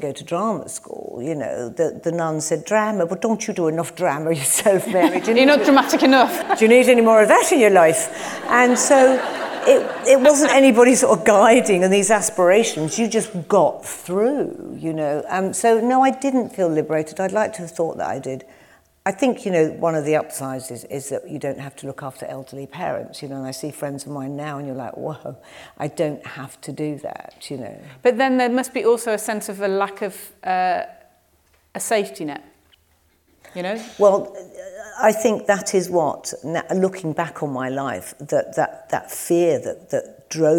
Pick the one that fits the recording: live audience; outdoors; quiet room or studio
live audience